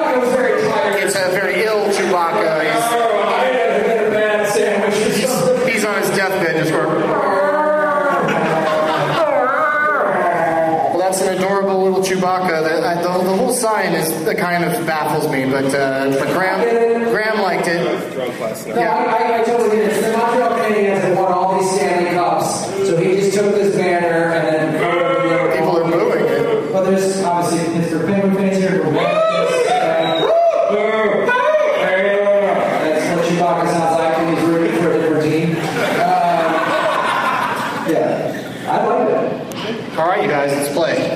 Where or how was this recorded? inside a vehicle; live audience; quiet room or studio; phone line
live audience